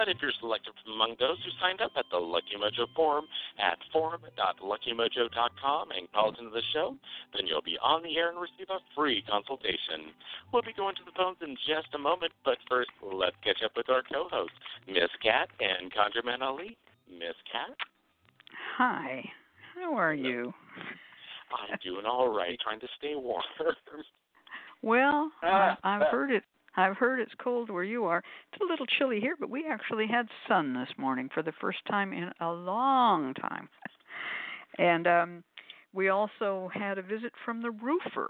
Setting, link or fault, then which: link, phone line